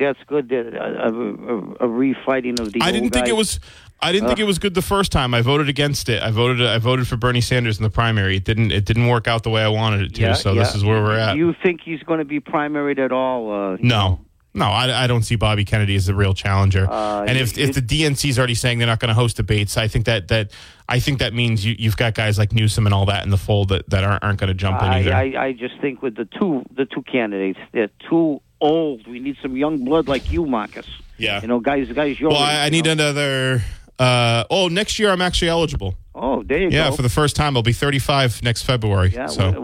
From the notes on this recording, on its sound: Callers from the audience give their opinion on the standoff at the Bristol County Jail.